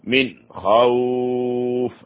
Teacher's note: نون ساكنة تبدأ حرف الخاء، الخاء من حروف الإظهار الحلقي، لا يوجد غنة هنا، الغنة هنا لا تجوز